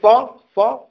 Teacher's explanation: الصاد والزاي والسين تخرج من طرف اللسان والثنايا السفلى. تلاحظ لما تقول ص ص اللسان يكون هنا يحادي الثنايا السفلى الفوق.